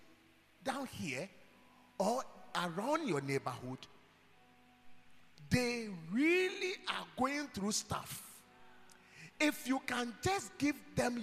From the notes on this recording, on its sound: preached at God's Haven Ministries, The Purpose Assembly on Sunday 30th April, 2023.